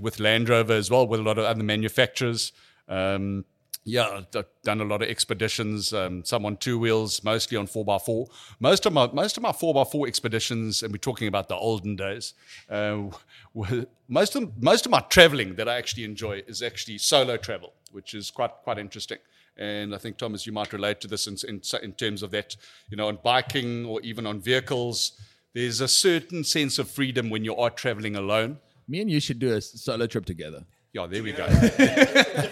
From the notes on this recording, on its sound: recorded over a 6-hour drinking and pizza session at the Awehwolf Bar in the Just Like Papa store